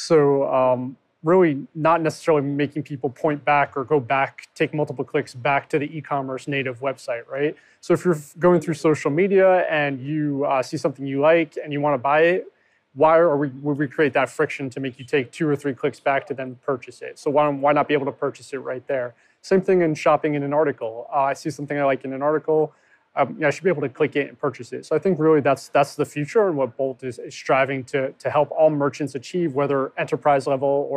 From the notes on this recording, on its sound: a live chat at NRF 2020